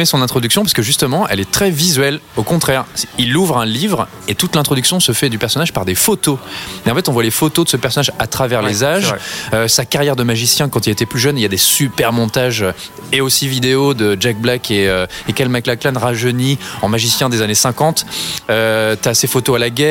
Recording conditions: busy venue